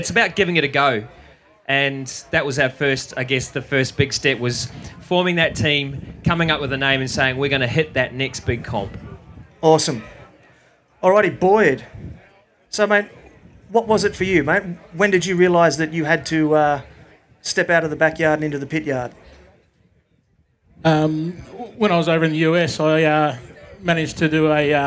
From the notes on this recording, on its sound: A recording of the Q&A session that I hosted live at the BBQ & Beer Roadshow 2017. This very exciting bonus episode is a recording of the Q&A session that I hosted live at the BBQ & Beer Roadshow 2017.